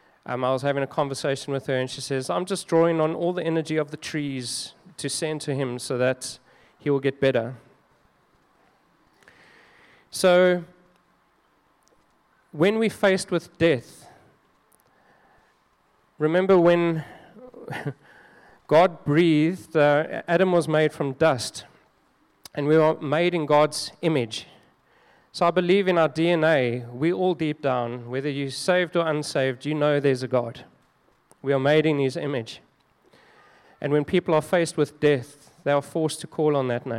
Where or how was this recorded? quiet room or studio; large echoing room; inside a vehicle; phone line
large echoing room